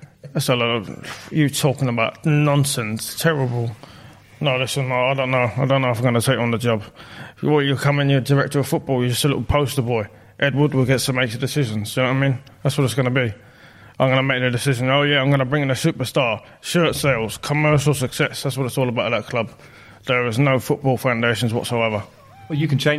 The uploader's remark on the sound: Live from Wembley